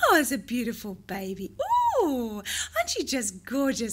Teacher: we call this really sing-song speaking motherese, or these days we talk about parentese, which is this beautiful communication that we have between newborn baby and a significant other person.